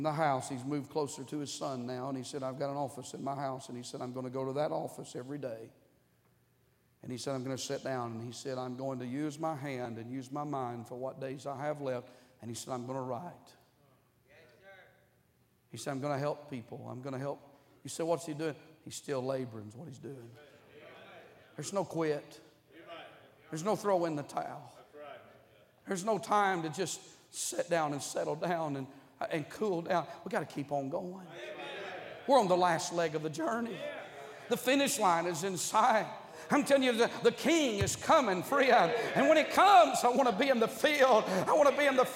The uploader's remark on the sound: during the Wednesday Morning service of the 38th Annual National Pastors' & Workers' Conference in Santa Clara, California